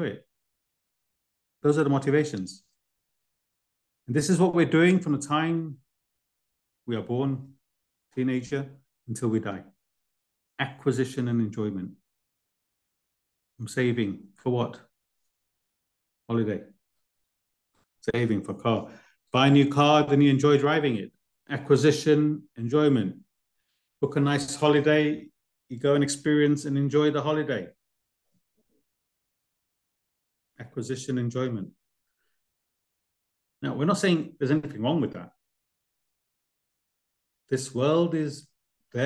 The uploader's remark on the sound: Class given virtually on the 24th of December 2023. A live recording of a Bhagavad Gita class given virtually.